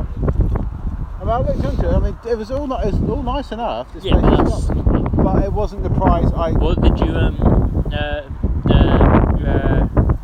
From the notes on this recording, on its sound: Windy windy windy. As the title says, it’s a very windy evening, which explains the short run time. Apologies for the bad weather, next ep will sound better!